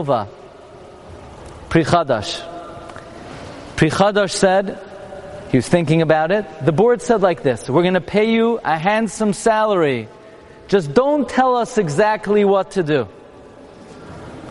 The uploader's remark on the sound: Journey To Amsterdam: The Spanish Portuguese Synogogue - Live From the Bima.